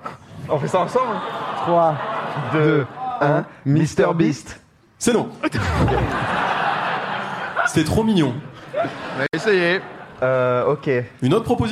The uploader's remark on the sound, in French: Le public du théâtre. L'émission en public.